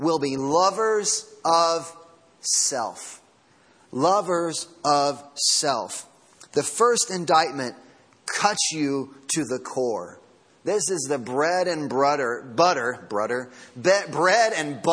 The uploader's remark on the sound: Sermon Audio from Sunday Morning